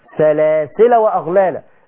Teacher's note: لما تيجي توصل اوعى تنطق الألف، تنطق لام مفتوحة بس · Term: الوصل